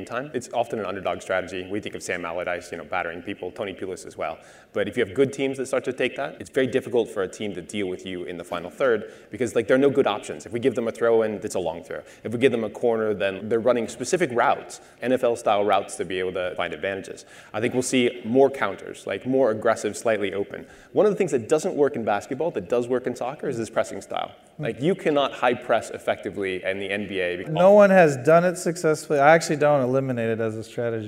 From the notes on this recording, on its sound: hosts a panel at the MIT Sloan Sports Analytics Conference